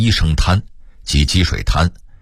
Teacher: 潭的读音是二声潭，但北京人一般都念一声滩